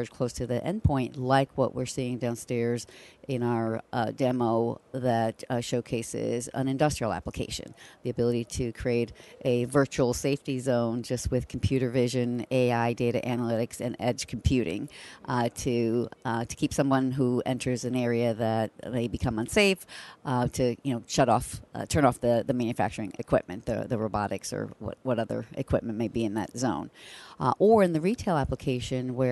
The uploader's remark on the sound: LIVE from MWC 19 in Barcelona